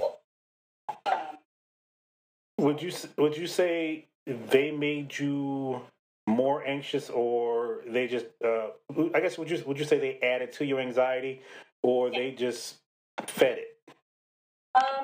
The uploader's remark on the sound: Sorry still working on audio quality.